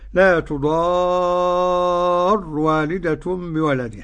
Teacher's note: من غير تشديد الراء، بالإسكان كده